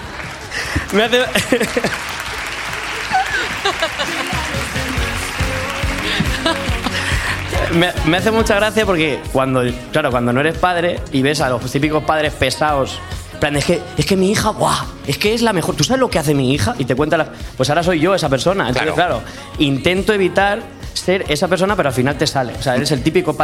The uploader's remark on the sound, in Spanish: el live show montado en el Teatro Alcázar de Madrid